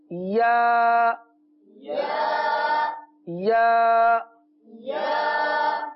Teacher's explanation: اور آخری حرف جو 29واں حرف ہے وہ ہے یا. اس کا مخرج ہے زبان کا درمیان اور تالو کا درمیان